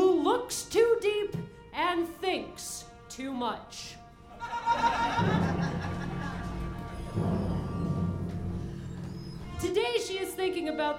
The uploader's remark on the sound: recorded on July 23rd at the BLB as part of the Rockstar Storytellers’ “Evening of Awesomeization”